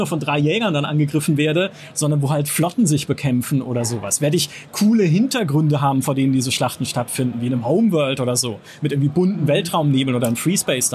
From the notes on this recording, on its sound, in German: Zumindest Letzteres brachte nun die gamescom 2023 in Köln. Im Live-Talk von der Messe.